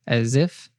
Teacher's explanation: So we have the S from it's connects on to as, it's as. Then the end of as connects on to if